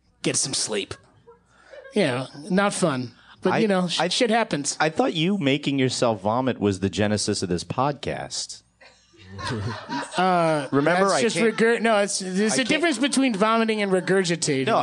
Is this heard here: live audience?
yes